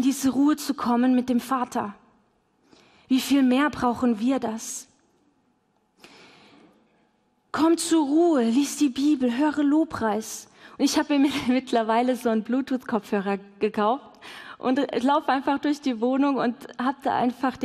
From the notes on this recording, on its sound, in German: LIVE im Missionswerk Karlsruhe